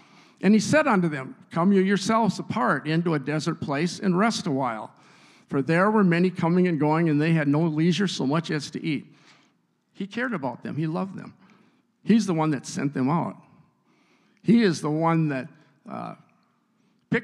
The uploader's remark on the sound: a service recording from Connect Point UPC!